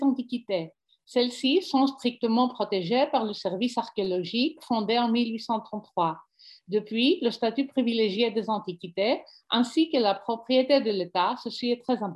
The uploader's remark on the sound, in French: Séance enregistrée sur Zoom.